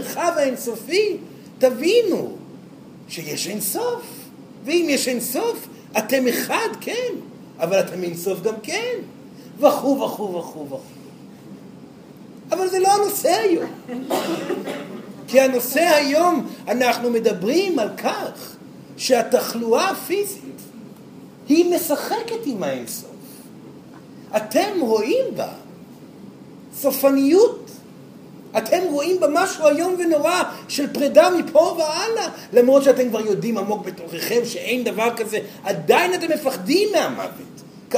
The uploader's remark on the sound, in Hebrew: זוהי הקלטת מעגל חי בנוכחות תלמידים.